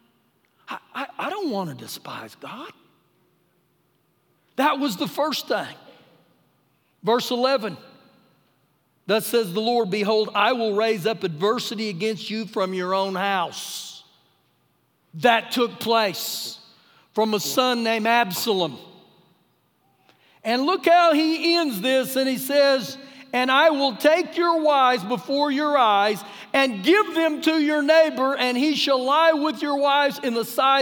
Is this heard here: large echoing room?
yes